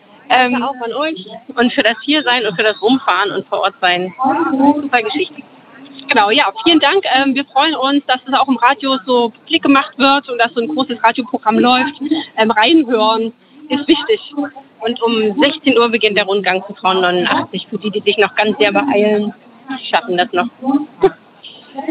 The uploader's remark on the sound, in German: In dieser Live-Reportage vom Leipziger Markt. Dieser Beitrag entstand live im Rahmen des Radiofestivals zum Leipziger Frauen*Festivals 2021. Bei Radio blau.